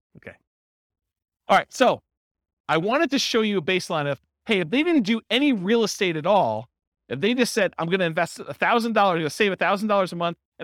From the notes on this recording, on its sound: This was a live class recorded